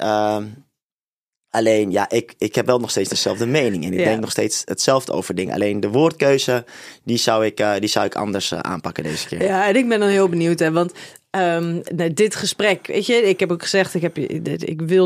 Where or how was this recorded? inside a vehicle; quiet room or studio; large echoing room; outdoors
quiet room or studio